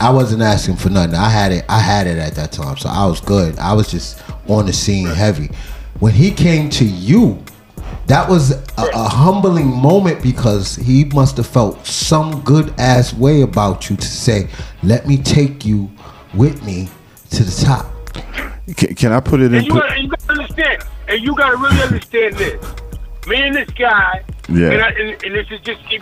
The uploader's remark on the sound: Via phone call in from ORANGEBURG SOUTH CAROLINA.